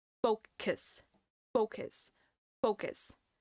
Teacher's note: make sure that the last syllable you pronounce it with a schwa sound, focus. The first syllable, then you do pronounce the full O fo, fo, fo, fo, but then you stop it with a K sound and with a schwa sound.